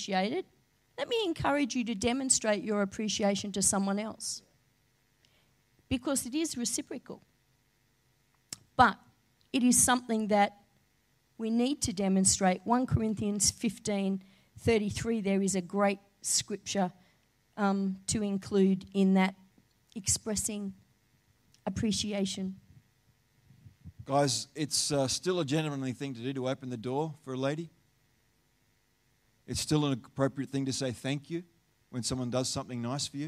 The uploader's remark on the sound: Live Stream of Destiny Church Atherton!